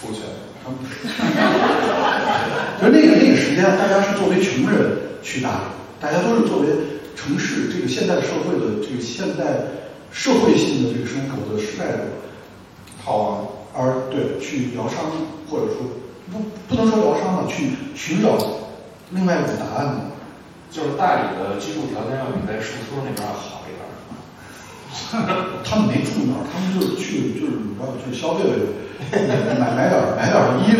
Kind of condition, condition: setting, live audience